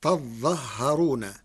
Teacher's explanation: قرأ ورش كلمة تظاهرون بفتح التاء والهاء مع تشديد الظاء والهاء وحذف الألف بعد الظاء، فتصير تظهرون، فأصله تتظهر، فأدغم التاء الثانية في الظاء بعد إبدالها ظاء.